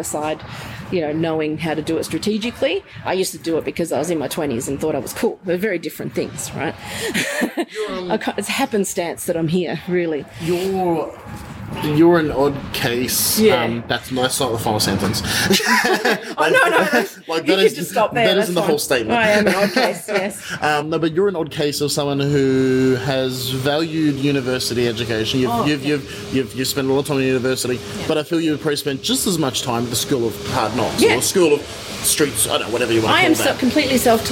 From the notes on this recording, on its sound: an apologize for a kitchen in the background when we're recording in Brisbane